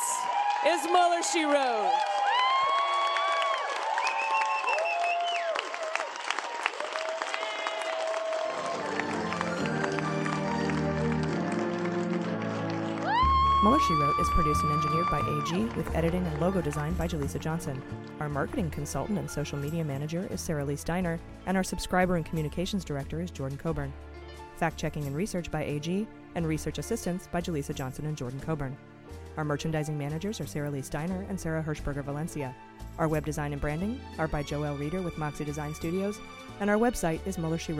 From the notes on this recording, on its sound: We're live this week from The Miracle Theatre in DC!